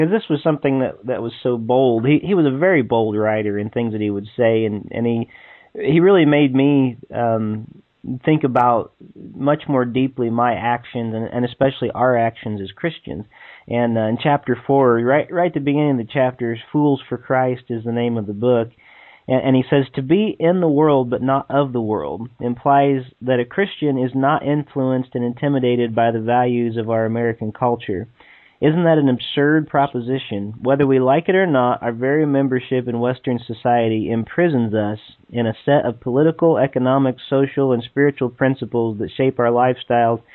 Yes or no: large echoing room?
no